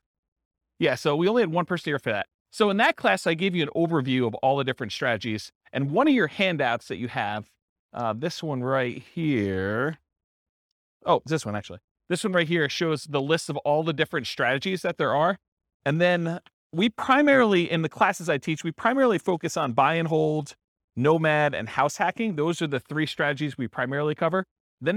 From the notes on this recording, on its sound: This was a live class recorded